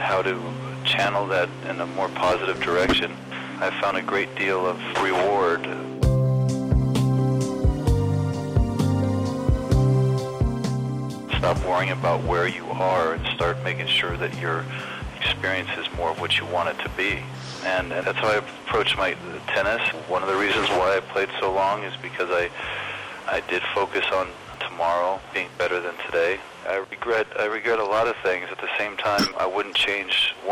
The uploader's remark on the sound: By phone. Digital recorder.